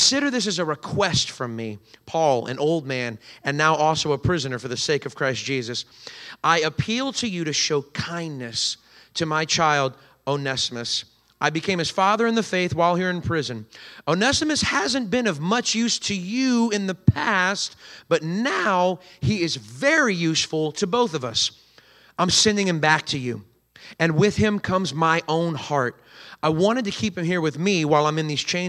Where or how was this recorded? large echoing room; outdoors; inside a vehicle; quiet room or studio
large echoing room